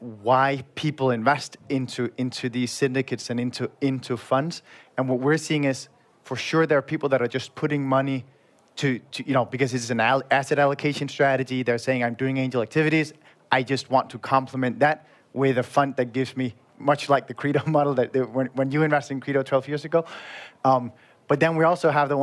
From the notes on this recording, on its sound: This is a special EUVC episode straight from the Engaged Investments conference in Prague, hosted by our friends from Depo Ventures . This is the recording of the panel “Why should business Angels invest in VC?".